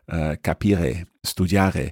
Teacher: It's a northwestern Italian accent, so from the Val d'Aosta and the area of Piemonte and so on. And sometimes you'll hear this slightly guttural R, capire, studiare.